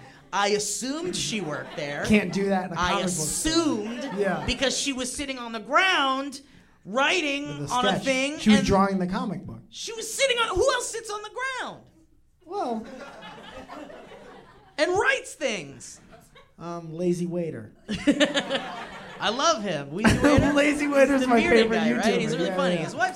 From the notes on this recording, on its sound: This is a live recording from the Open Space Theater LA.